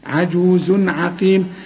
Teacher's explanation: كل تنوينه بعده عين، العين من حروف الإظهار، ما تغنش